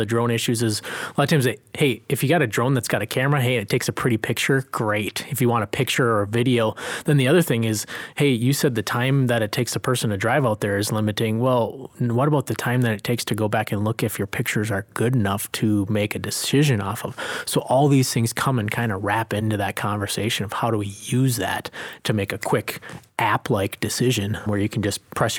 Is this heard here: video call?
no